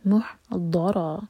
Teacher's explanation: اور مح میم پر دومہ ہے تو ہوٹ گول ہوں گے، جب ہا پر پہنچیں گے تو ہوٹ فلیٹ ہو جائیں گے اور ہا حلق سے. مح دورا، دول بھی ہیوی ہے را بھی ہیوی.